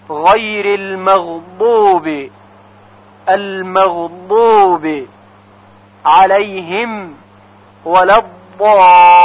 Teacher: و اما حرف ضاد که در کلمه مغضوب و در کلمه ولبالین قرار داره. برای تلفظ حرف ضاد کناره زبان به کناره دندانهای آسیاب بالا تماس پیدا میکنه و حرف ضاد تلفظ میشه. به عبارت دیگه از برخورد کناره زبان که به اون حافت اللسان گفته میشه، از برخورد کناره زبان به کناره دندانهای آسیاب بالا یعنی فک بالا، حرف ضاد به وجود میاد.